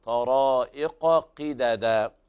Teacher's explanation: يبين القارئ القاف المفخمة والقاف الأقل درجة في التفخيم